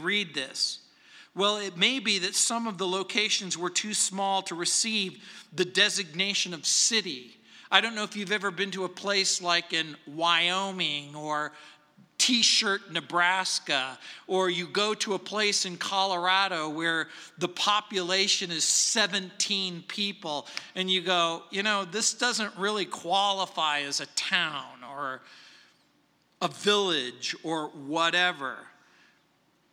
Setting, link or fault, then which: setting, large echoing room